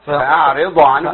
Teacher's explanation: يقلقل البعض الضاد خطأ. والضاد ليست من حروف القلقلة. تمام. وهي ساكنة كمان.